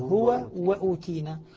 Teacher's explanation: الهاء مضمومة وبعدها واو مشددة، فالواو المشددة أولها واو ساكنة · الواو مع الواو الأصل فيها الإدغام تدغم